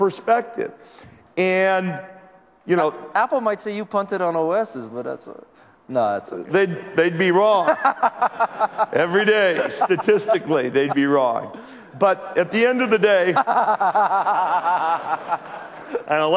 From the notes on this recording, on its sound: Fresh off the press from our MIX08 coverage we bring you a special show highlights from the keynote addresses.